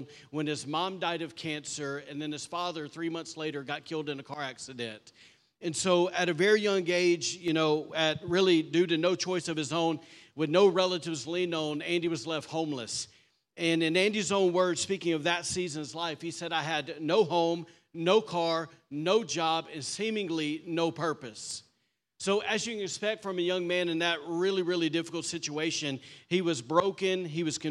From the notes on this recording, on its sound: Was recorded on Sunday, October 22nd, 2023, during service at The Anchor Church in Rockport, Maine.